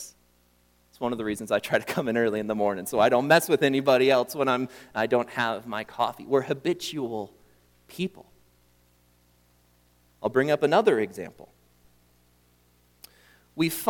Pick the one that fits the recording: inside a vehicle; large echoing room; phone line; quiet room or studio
large echoing room